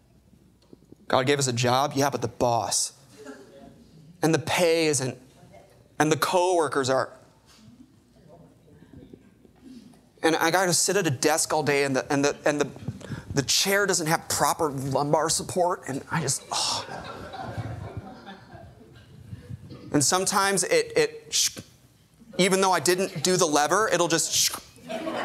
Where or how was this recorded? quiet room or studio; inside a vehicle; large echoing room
large echoing room